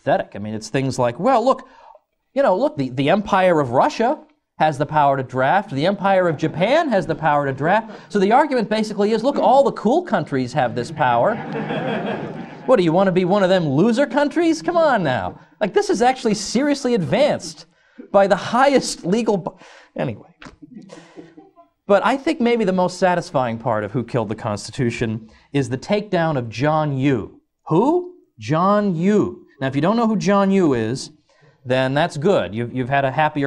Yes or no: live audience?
yes